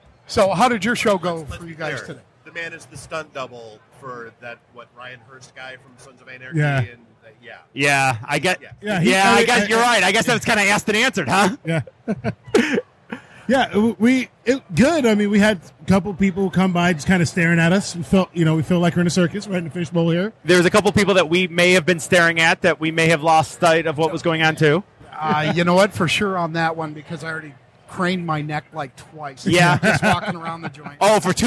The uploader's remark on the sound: Live from Motor City Comic Con